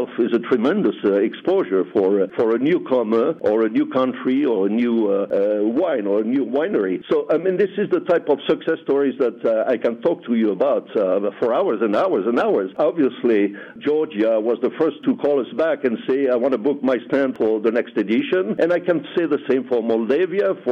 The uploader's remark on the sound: Welcomes him to the program by phone. Vinexpo Bordeaux.